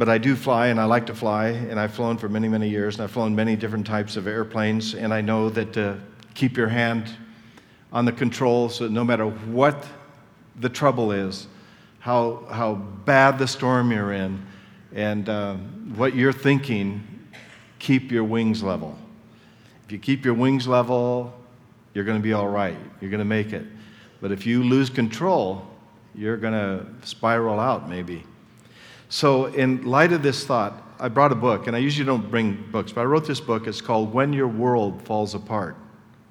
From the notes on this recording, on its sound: Session 3 from the 2010 Southwest Men's Conference